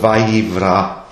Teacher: es hat was von dieser formenden Kraft des B drinnen, ist aber sehr unscharf geworden, weil der W ist viel weniger konturiert als das B.